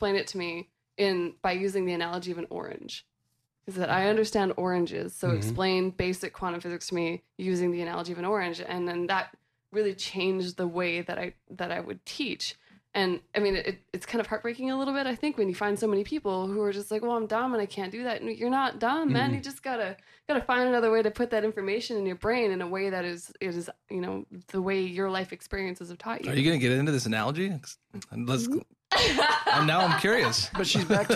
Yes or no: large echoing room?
no